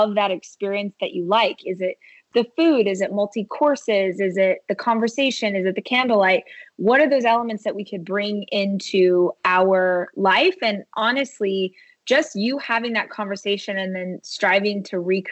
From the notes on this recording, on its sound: connected over Skype